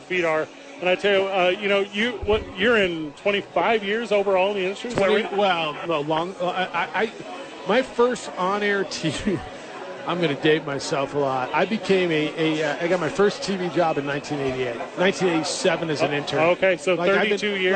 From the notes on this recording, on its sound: Live from Hooters celebrating The Opening Drive's Anniversary party.